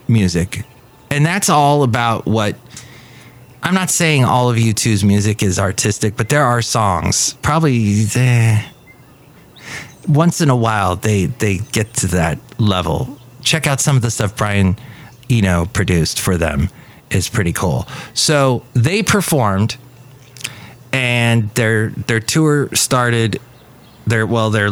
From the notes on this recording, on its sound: podcasts live from Café Anyway